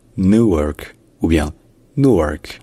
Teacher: en anglais américain, il n'y a pas de you, c'est juste ou